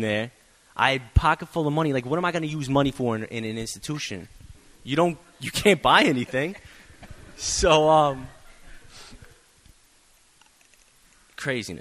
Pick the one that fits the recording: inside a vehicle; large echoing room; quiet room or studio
large echoing room